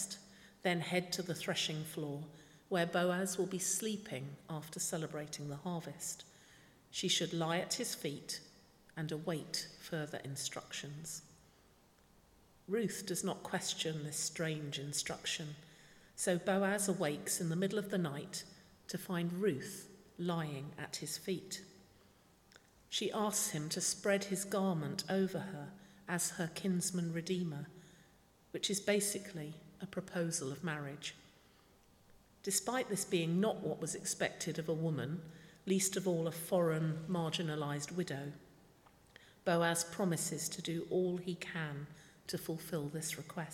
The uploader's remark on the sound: speaking at the 11 o'clock service